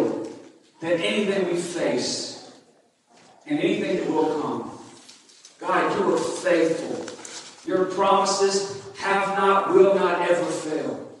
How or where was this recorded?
large echoing room